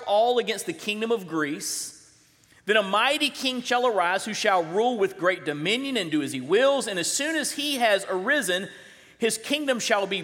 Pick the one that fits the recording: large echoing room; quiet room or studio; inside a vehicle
large echoing room